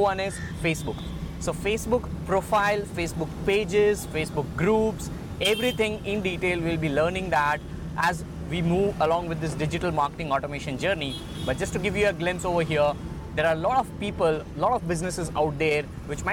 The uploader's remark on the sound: I did this episode while I was on my way back to my place today. I am in love with my RodeMic & Gorilla Tripod which are making these kinda podcast episodes happen while I am driving.